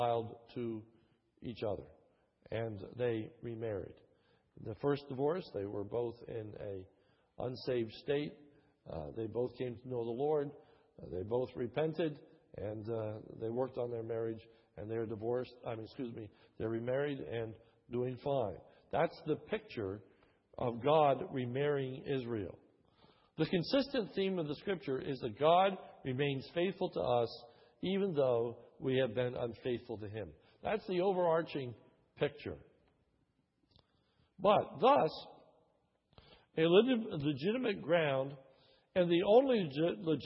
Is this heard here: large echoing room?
yes